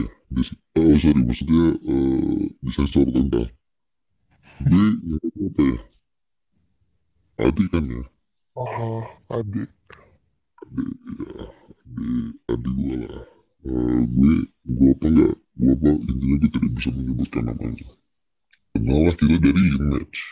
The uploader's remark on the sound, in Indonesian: Mohon maaf kalau qualitas Audionya tidak menyenangkan